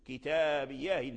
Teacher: إذا جمعنا العشر نقرأ بالوجهين، نقدم ما نقرأ به في حالة الإفراد وهو إسكان الهاء وقطع الهمزة، ثم نثني بالوجه الآخر وهو حذف الهمزة ونقل حركتها إلى الهاء كتابياهني، وهو الوجه الثاني لورش. · Term: النقل